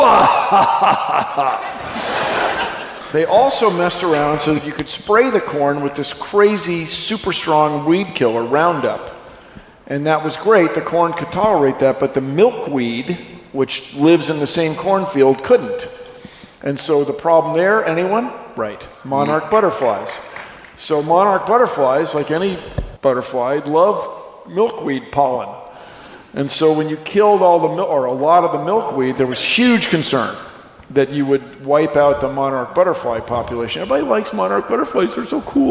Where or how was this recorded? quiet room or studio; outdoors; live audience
live audience